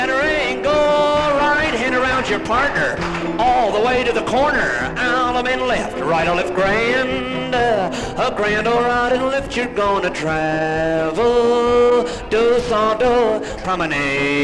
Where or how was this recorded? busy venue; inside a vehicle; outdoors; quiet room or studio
busy venue